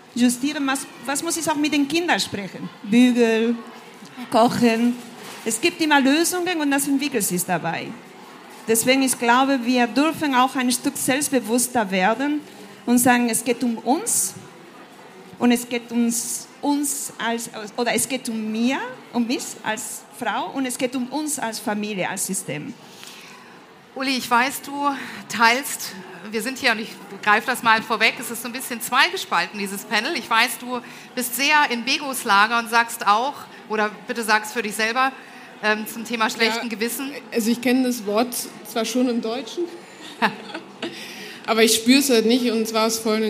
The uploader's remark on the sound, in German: Eine Diskussion im Panel und mit dem Publikum